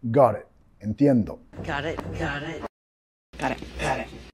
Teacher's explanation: Got it, vinculando con la R suave